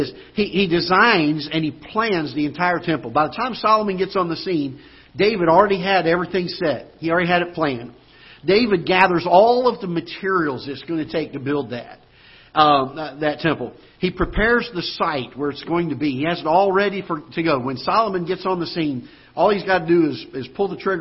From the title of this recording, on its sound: Ketha Heights Baptist Church ~ Live Broadcast